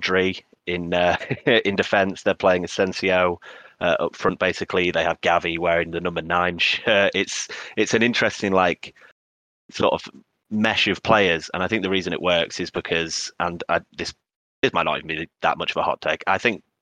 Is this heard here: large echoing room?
no